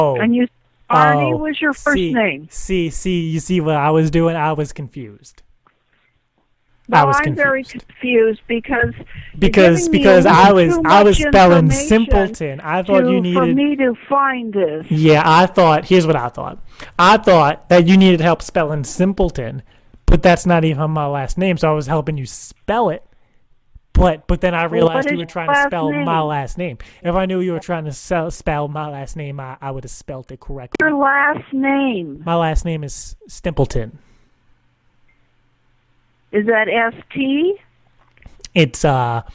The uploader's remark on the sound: Home Depot 11:72 Prank Call